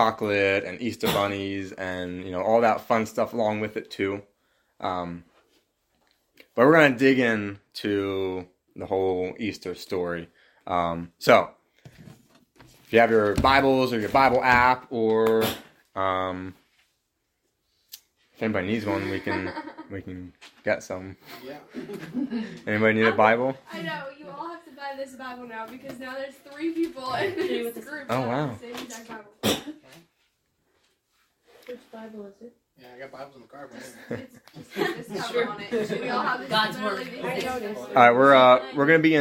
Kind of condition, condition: fault, poor sound quality